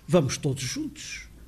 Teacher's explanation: E o próprio O final, que nós pensamos que é articulado em U, tende a apagar-se. Não se apaga tanto, mas tende a apagar-se.